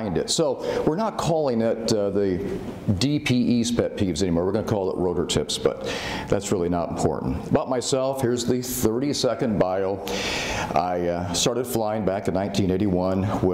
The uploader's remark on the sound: Full Presentation From Heli Expo